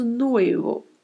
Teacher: Mais uma vez, temos aí uma palavra com a letra V, que sempre terá leve som de B no espanhol